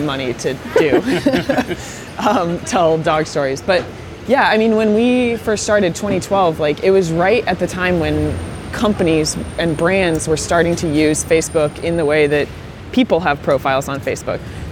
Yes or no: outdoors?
yes